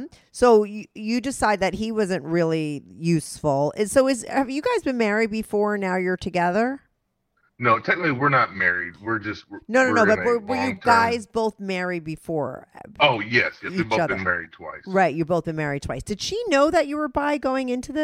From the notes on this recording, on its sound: He called in to talk all about it.